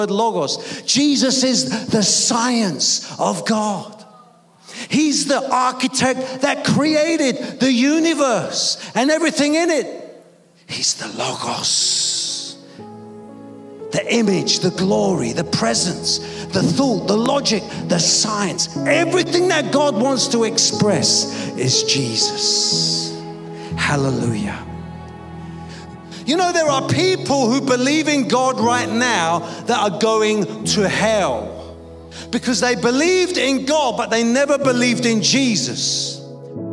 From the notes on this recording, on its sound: preaching at a Church in Thailand